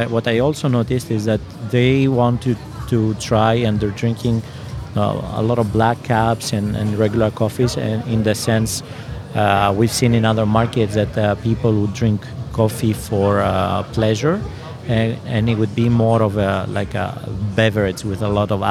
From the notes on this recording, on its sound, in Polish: W rozmowach nagranych podczas Warszawskiego Festiwalu Kawy